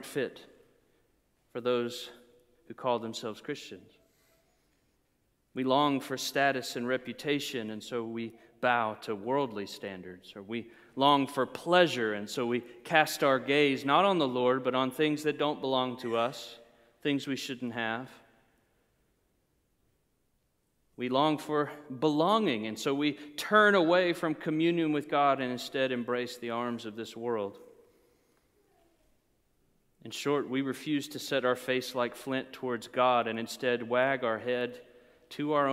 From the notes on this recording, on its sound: preached during a Good Friday Service